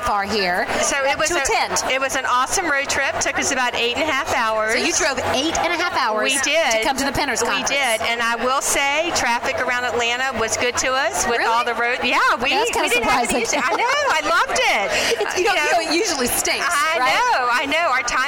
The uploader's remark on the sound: LIVE! from The Pinners Conference in Atlanta!